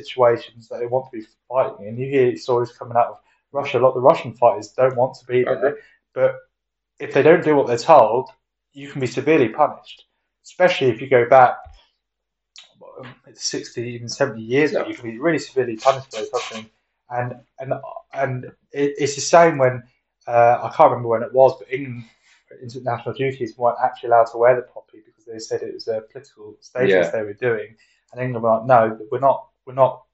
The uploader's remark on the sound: We are a super low budget podcast and episode one was very much our trial run. The audio quality is not as good as later episodes.